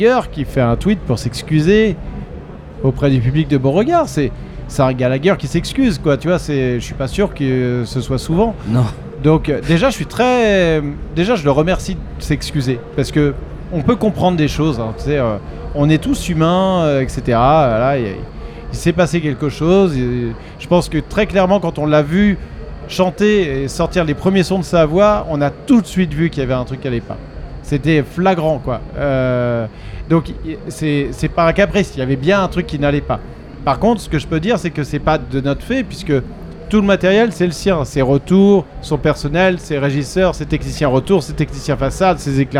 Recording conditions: busy venue